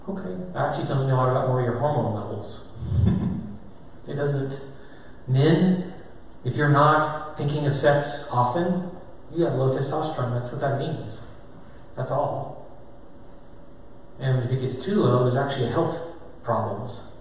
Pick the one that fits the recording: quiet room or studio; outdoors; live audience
live audience